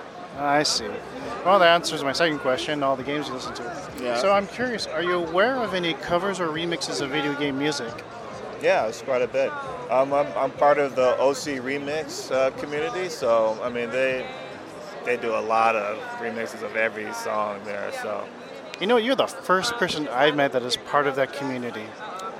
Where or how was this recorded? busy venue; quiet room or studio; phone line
busy venue